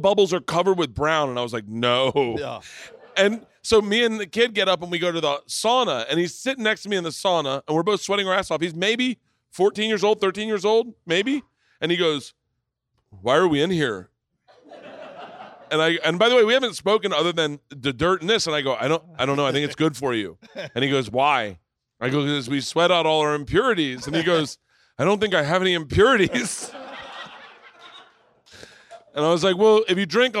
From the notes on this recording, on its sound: Live Podcast - Gundo Comedy Festival. Today I head to the El Segundo Brewing Company to do the annual "Gundo Comedy Festival Live Bertcast".